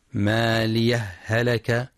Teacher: الابتداء بهلك مع إظهار حرفي الهاء، ويجوز أيضا عدم السكت و إدغام الهاءين إدغاما متماثلا فتصبحان هاء واحدة مشددة